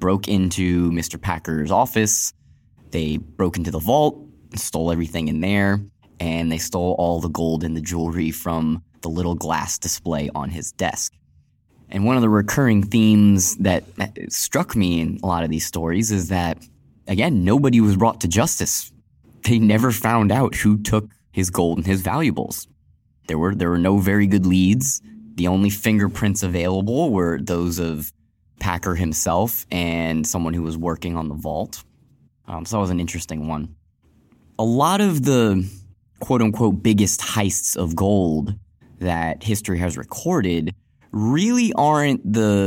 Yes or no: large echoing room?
no